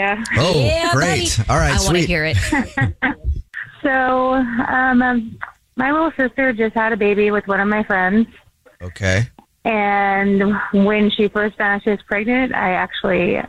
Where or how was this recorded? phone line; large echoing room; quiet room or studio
phone line